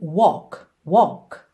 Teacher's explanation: Lembrando sempre que walk é uma palavra que engana um pouquinho, porque esse L não vai ser pronunciado como L mesmo. A gente não leva a língua lá no céu da boca walk, e sim walk walk, ok?